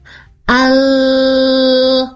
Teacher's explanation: huruf lamnya ya, L-nya, dia akan tetap nempel di langit-langit bagian atas untuk ujung lidahnya sebelum siap huruf H